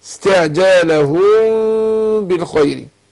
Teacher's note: بنخفي الميم، بنعمل انفراج يسير بين الشفتين · Term: اخفاء شفوي